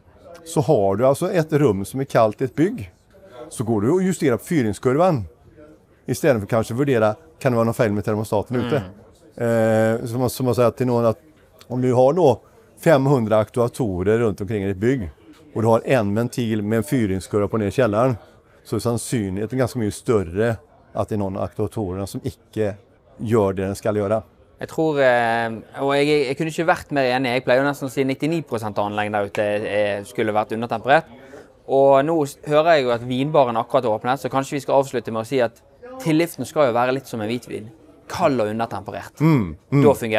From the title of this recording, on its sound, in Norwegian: LIVE fra NemiTek sin Energiteknisk konferanse